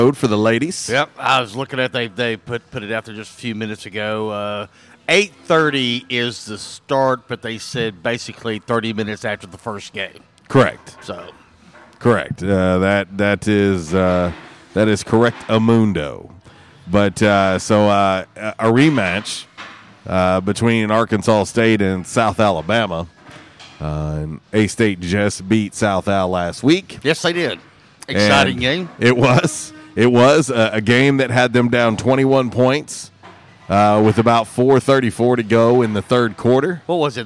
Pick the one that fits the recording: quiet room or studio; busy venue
busy venue